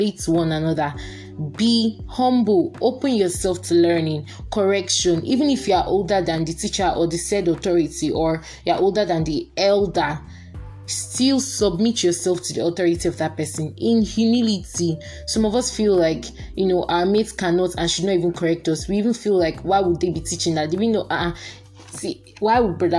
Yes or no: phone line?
no